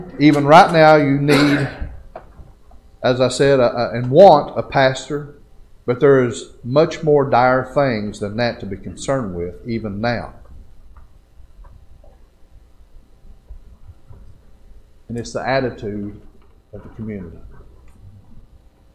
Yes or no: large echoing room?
yes